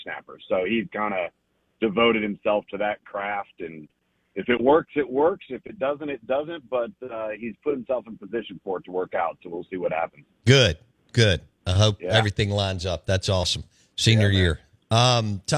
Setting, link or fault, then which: link, phone line